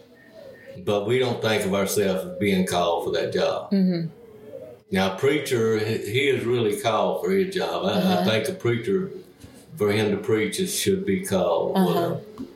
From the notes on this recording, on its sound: at the 2022 Southeastern Indian Festival